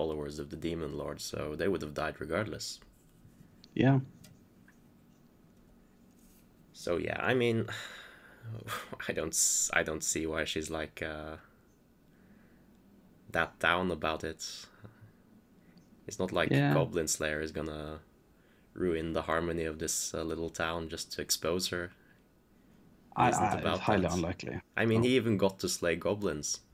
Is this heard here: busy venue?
no